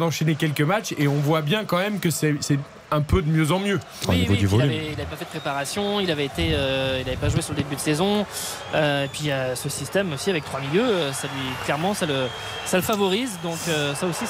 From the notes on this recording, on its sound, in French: en direct du Parc des Princes